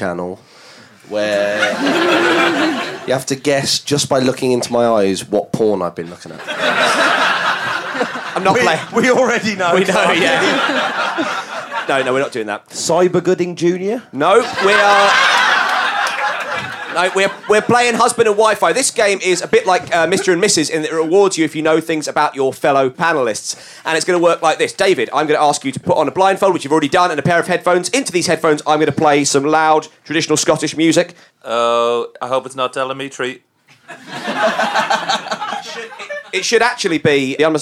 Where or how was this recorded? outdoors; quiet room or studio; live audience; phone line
live audience